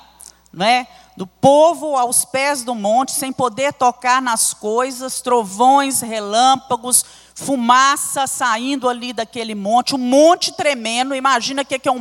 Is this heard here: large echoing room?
yes